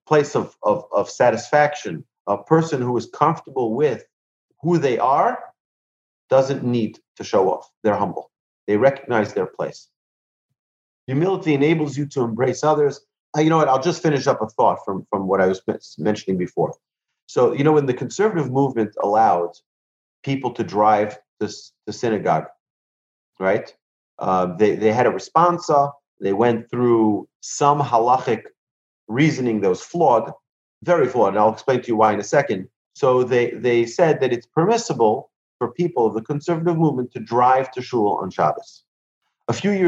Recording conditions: video call